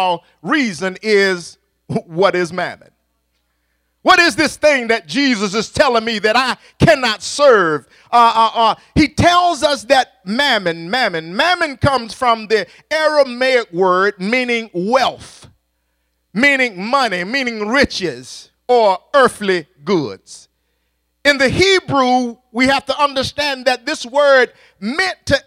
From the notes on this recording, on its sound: at Faith City Church in Clayton NC